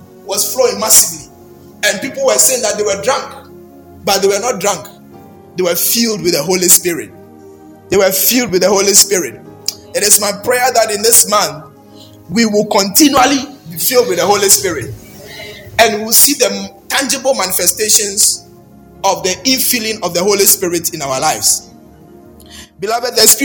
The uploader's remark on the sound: Baptism of the Holy Spirit was preached at Perez Chapel Hohoe.